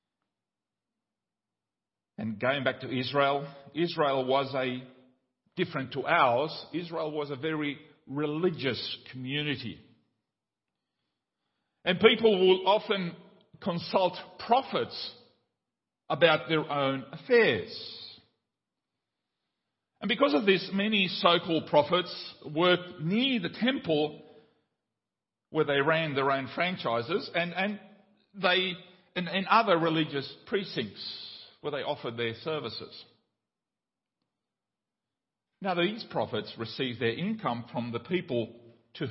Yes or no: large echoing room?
yes